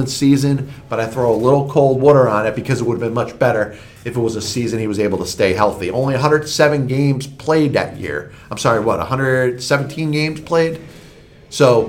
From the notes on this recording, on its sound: Live from the RWJ Barnabas Arena in Toms River, NJ